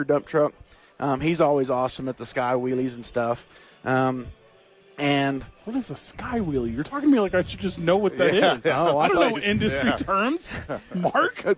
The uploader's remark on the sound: live from the Rio Rancho Event center